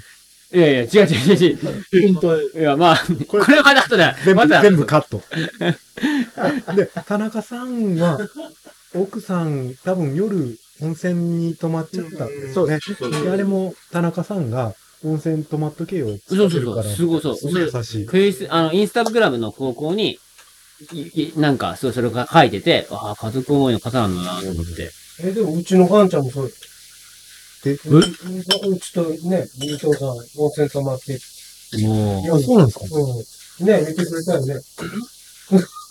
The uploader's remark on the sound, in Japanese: のやっているお好み焼き屋さん「がんちゃん」にて収録。美味しいご飯とお酒に舌鼓を打ちつつ。打ち上げ兼収録のため雑音も多々ございますがご容赦ください。